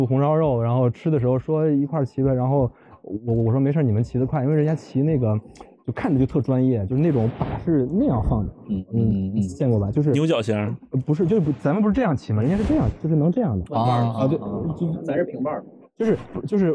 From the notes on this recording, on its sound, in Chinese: 12月初，我去浙江参加了大内密探组织的声量out活动，当时被“声音占领一座岛”这个slogan吸引。因为是室外录音，所以整体的声音效果不是很好，最后的配乐并不是我配的，而是现场到了DJ开始的时间了。